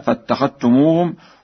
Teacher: قرأ ورش بإدغام الذال في التاء